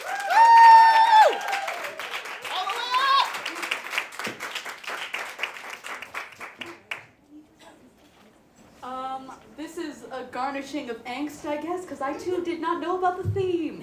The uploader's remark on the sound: Recorded at the February Expressions spoken word open mic at Cafe Koi. Recorded at the February Expressions spoken word open mic at Cafe Koi. All these people together in a space sharing art and having fun.